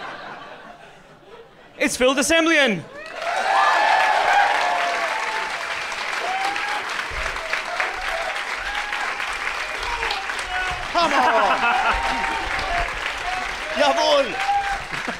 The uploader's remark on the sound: The Empire Podcast was recorded LIVE in front of an audience of lucky, lucky fans in Leicester Square's very own Prince Charles Cinema.